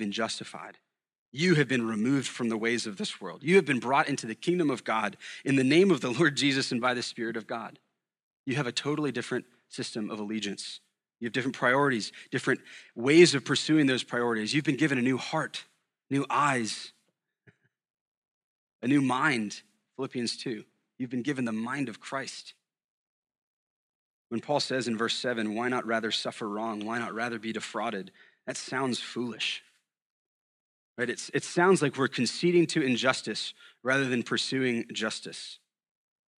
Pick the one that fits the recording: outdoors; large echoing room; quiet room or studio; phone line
large echoing room